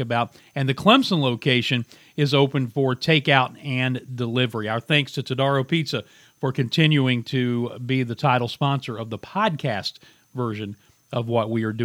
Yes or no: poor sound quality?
no